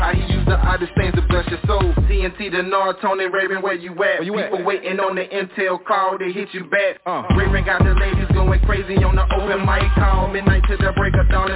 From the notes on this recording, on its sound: TNTSuperfantastic Conference Call.